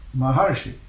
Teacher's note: The accent is on the second syllable, Maharshi.